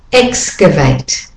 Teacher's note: The first A is the de-stressed syllable.